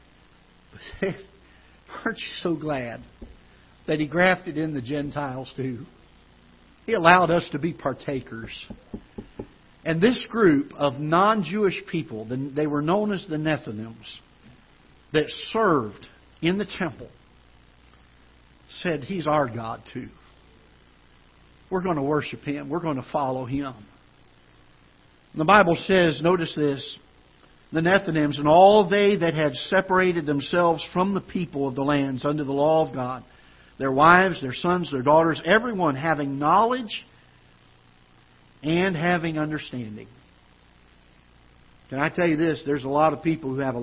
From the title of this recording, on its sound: Ketha Heights Baptist Church ~ Live Broadcast